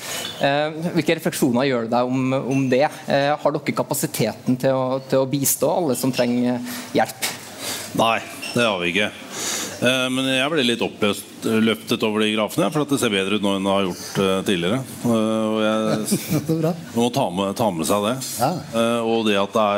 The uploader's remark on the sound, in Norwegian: Under Arendalsuka samlet Atea et panel